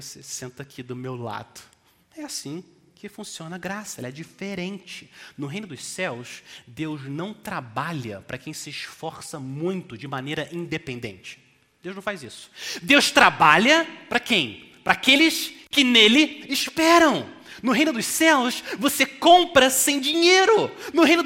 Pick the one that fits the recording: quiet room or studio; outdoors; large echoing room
large echoing room